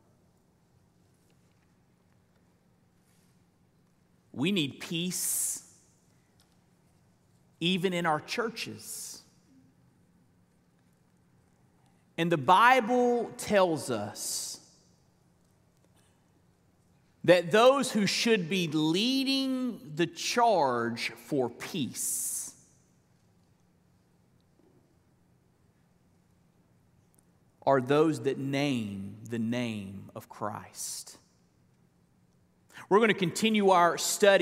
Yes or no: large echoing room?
yes